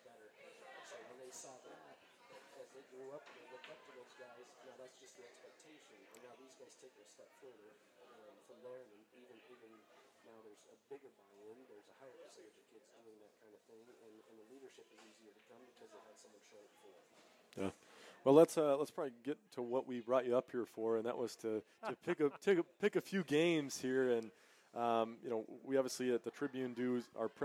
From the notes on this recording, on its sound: Unfortunately, we had some technical difficulties that corrupted the file on which the first 20 minutes of our show were stored. We apologize for the low volume on the audio — you may want to turn your volume up. A huge thank you to Down South Bar & Grill in Deweese for being great hosts to us.